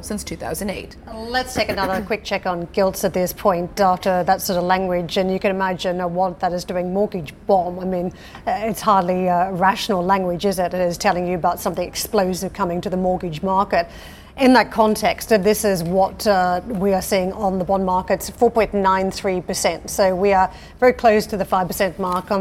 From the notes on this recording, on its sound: we are live in North Greenwich, London at the Ukraine Recovery Conference